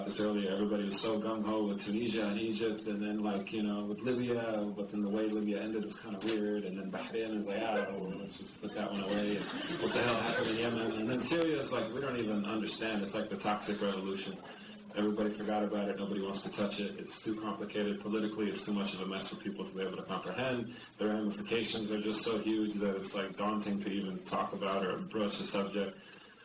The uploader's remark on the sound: Recorded at the 'Globalization of Hip Hop' event which took place at Stanford on April 6.